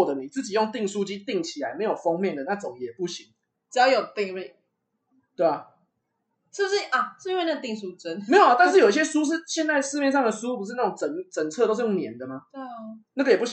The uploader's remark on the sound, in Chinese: 當天錄製完畢後才發現麥克風出現狀況，所以這一集音質很糟，非常抱歉！